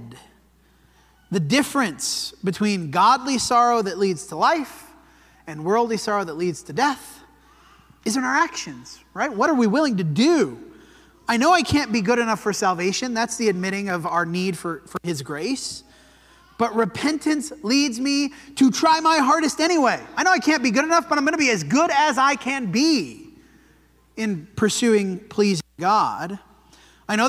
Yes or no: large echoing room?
yes